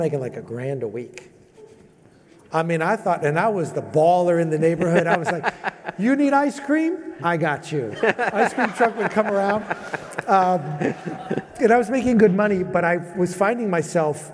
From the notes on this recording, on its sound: At Scalable Impact Live in November 2021. At Scalable Impact Live in November 2021.